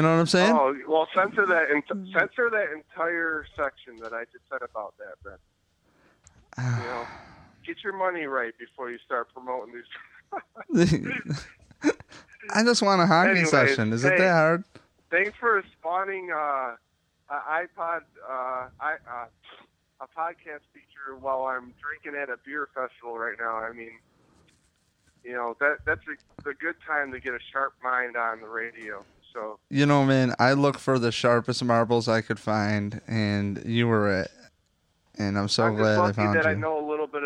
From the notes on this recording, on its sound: Called five different Buffalo Bills fans. Appearance over the phone.